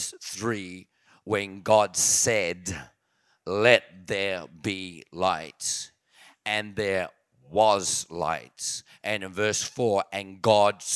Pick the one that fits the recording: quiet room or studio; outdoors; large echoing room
large echoing room